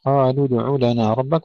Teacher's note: قلقلة الدال، قالوا ادع لنا ربك مع المحافظة على سكونها